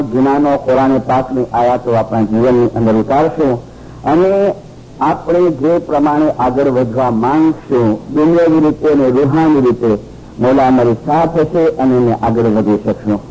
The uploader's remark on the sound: Sound quality: not so Clear( audible)